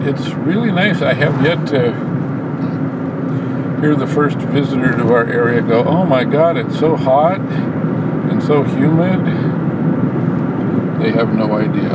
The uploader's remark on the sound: Commentary while driving home from the grocery store.